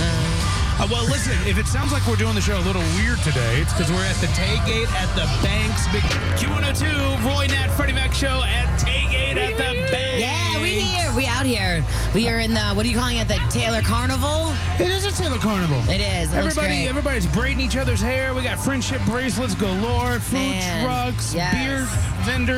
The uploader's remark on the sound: We broadcasted live from The Banks for the Tay-gate.